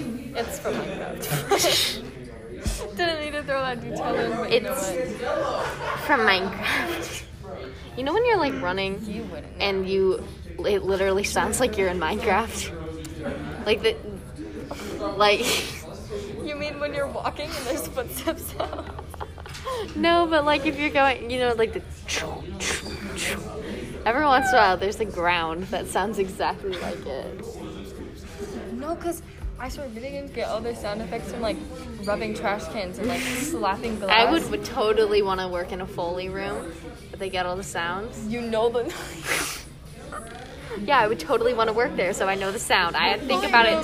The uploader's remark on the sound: Full immersion therapy for me as I record in public.